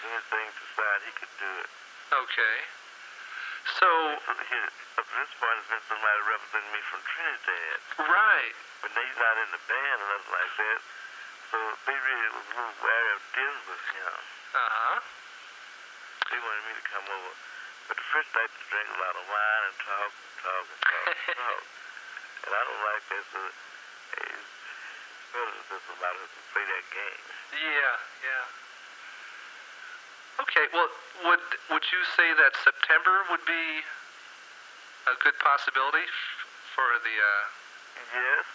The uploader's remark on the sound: Phone call.